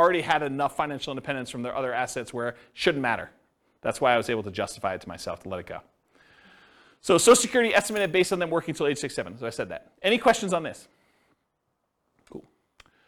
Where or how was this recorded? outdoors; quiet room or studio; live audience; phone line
live audience